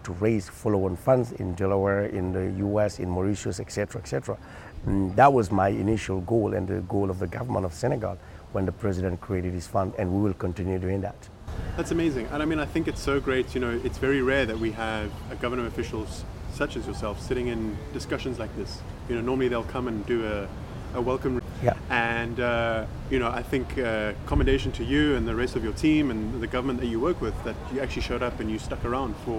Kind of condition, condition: setting, busy venue